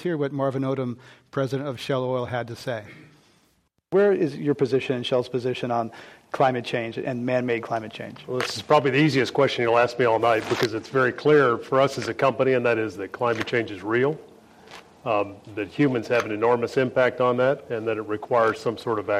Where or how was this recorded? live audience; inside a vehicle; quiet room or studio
live audience